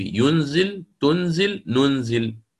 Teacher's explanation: ينزل ننزل تنزل، هذه الثلاثة قرأها بالتخفيف